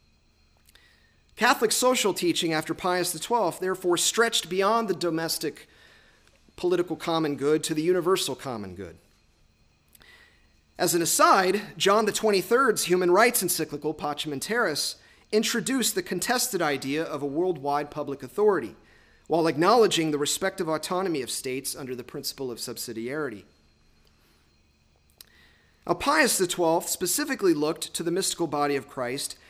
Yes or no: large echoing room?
yes